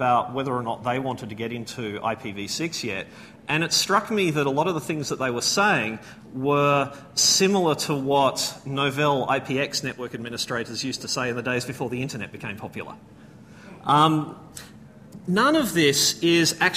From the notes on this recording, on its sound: A full presentation recorded at the AusCERT conference.